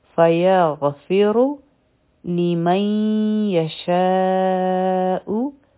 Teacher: را به غټه وایو ځکه چې په دې باندې ضمه ده فيغفر لمن يشاء لام یو حرکا میم او نون به یوزیشی